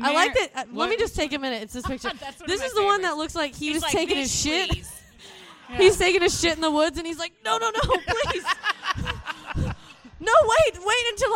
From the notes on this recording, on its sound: (LIVE SHOW).